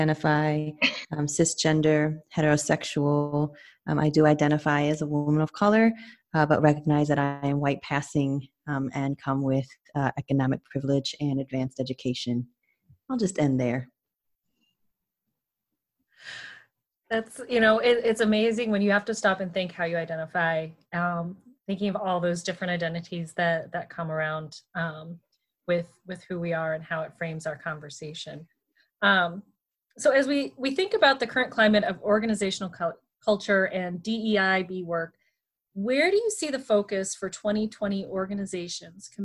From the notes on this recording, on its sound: still hosted the panel, virtually, and shared the conversation during a live watch party